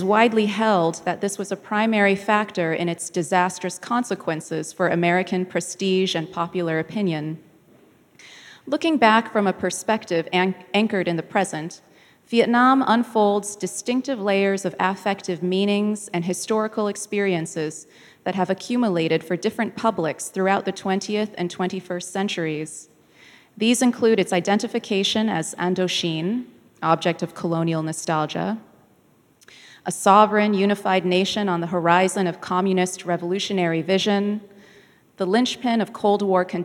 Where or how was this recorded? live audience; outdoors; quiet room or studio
live audience